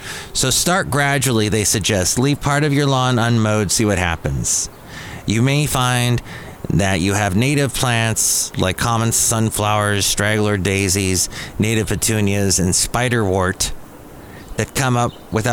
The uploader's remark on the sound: podcasts live from Café Anyway